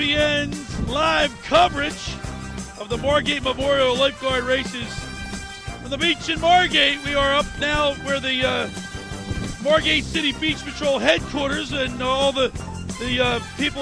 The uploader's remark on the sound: 97.3 ESPN's Live coverage of the 2023 Margate Memorial Lifeguard Championships from the beach in Margate.